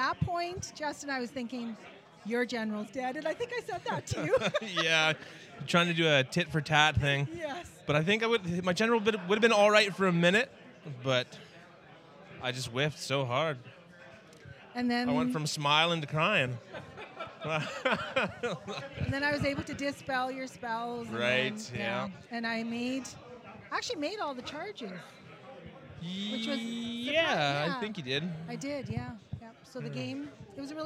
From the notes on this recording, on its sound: We recorded at the Northern Wastes GT to capture some of the excitement and chat with our cool new friends. The volume is all over the map.